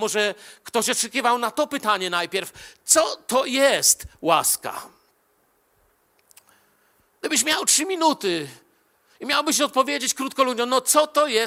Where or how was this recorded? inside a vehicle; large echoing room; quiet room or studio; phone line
large echoing room